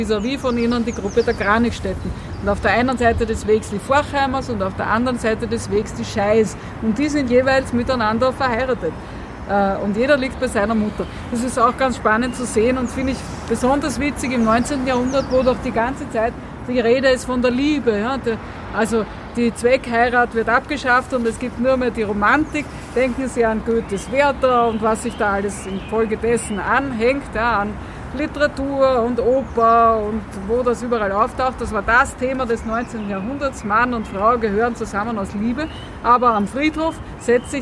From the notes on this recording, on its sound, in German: Ist nun die gesamte aufgenommene Führung durch den jüdischen Friedhof Währing in Wien.